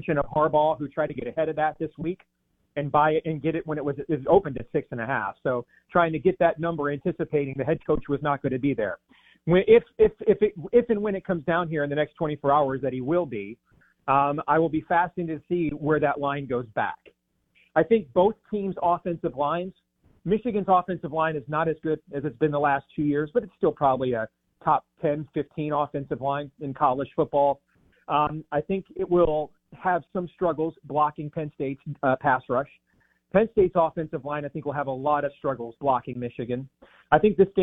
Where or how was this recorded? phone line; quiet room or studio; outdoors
phone line